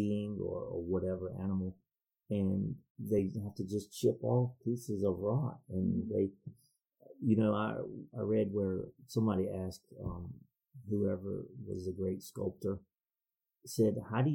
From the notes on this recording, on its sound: Due to some equipment issues, this week's audio quality suffered a bit